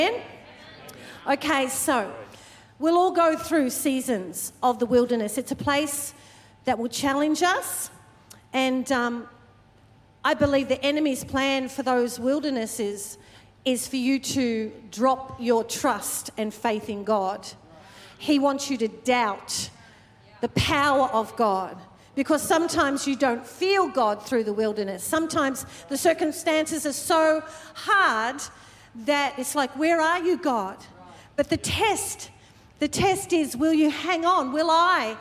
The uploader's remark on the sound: Recorded during our 5pm service on Sunday, the 17th of September 2023.